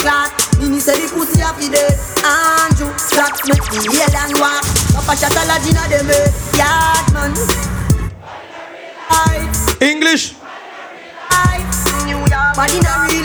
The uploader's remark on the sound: Live Dancehall Set at Bashment Party.